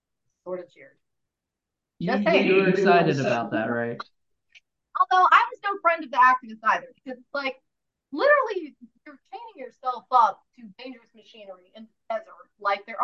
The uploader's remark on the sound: Sometimes when you do a zoom there is some audio you just can't fix.